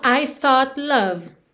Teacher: Eu aproveito que a língua já tá no céu da boca pro T e já desço pro L. · Term: consoante oclusiva